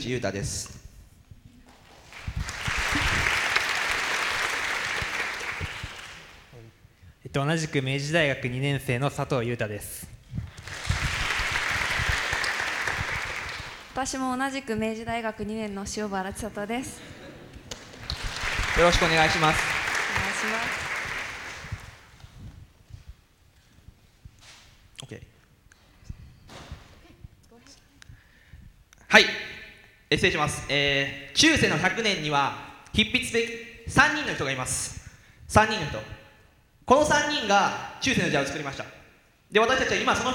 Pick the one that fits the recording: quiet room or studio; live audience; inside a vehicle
live audience